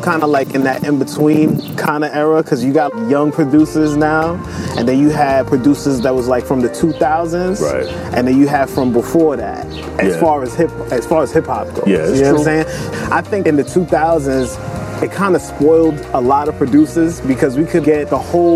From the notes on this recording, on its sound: Todays show we are outside